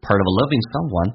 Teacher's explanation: part 跟 of 连在一起叫 partof